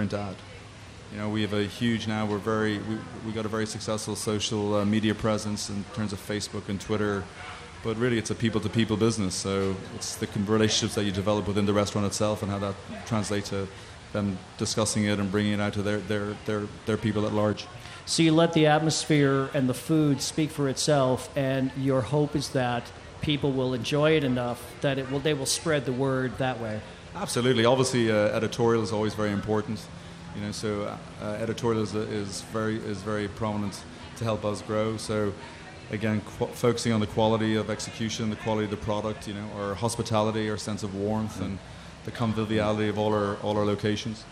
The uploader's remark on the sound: Recording live from the 2016 Taste of Chicago. Enjoy the elements and the sound of Buckingham Fountain.